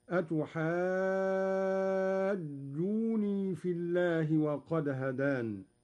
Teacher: قرأ قالون بتخفيف النون، ويصير مد الجيم مدا طبيعيا لا لازما